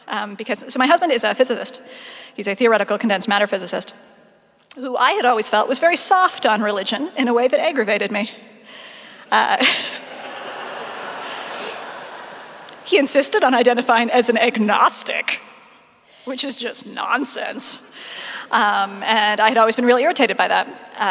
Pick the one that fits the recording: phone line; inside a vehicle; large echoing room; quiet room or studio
large echoing room